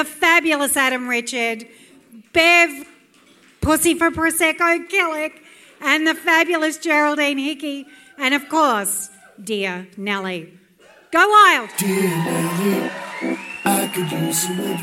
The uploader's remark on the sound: LIVE at the Brunswick Ballroom. LIVE RECORDING.